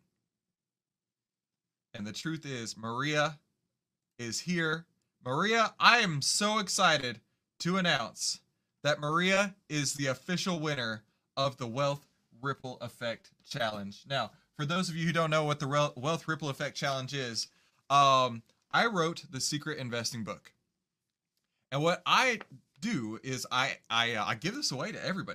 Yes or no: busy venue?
no